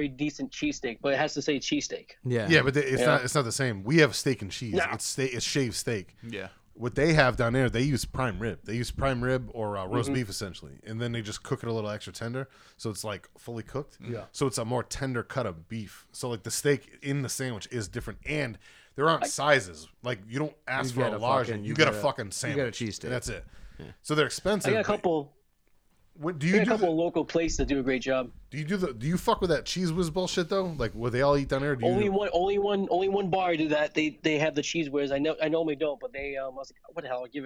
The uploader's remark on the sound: an over the phone interview